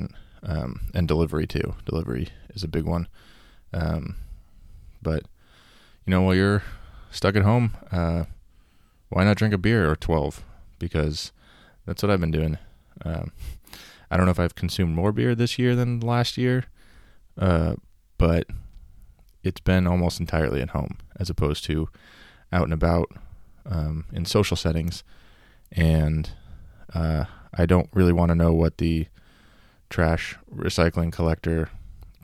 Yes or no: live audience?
no